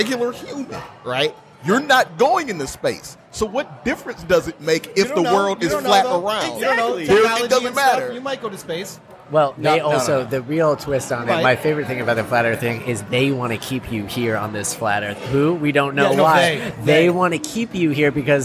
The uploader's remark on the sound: LIVE from Fort Street Galley. Special LIVE Episode recorded at Fort Street Galley.